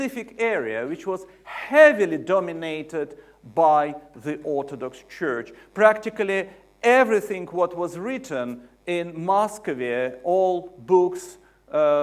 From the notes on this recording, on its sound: UCL Lunch Hour Lecture